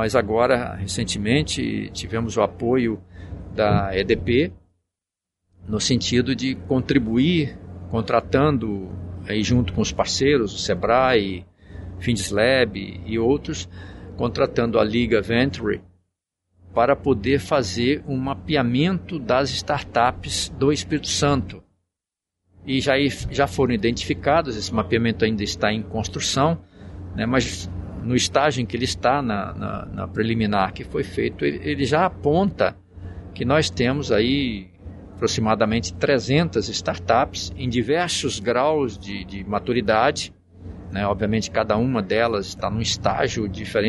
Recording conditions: busy venue